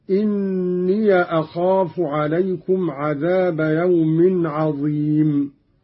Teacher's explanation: قرأ قالون بفتح الياء من إني أخاف